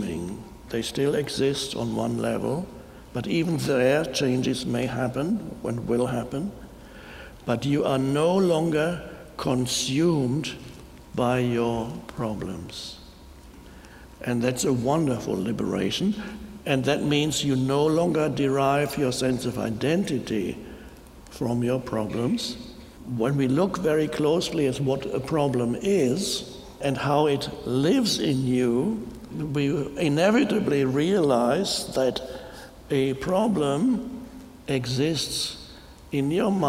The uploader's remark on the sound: talks to an audience in Chicago